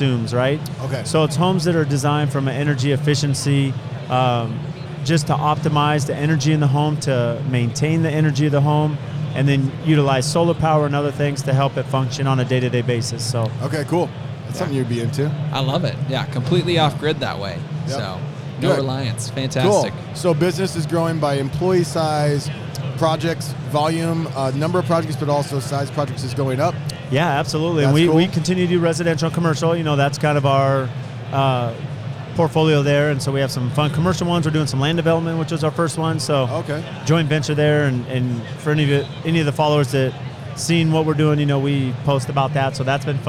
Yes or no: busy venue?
yes